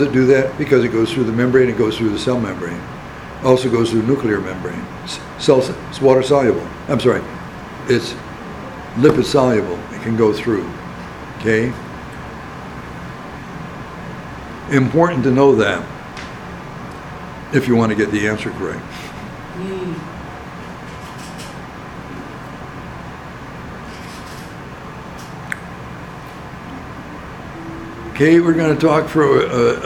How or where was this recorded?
large echoing room